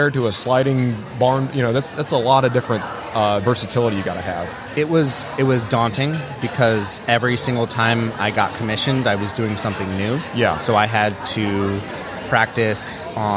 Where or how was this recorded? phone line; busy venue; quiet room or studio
busy venue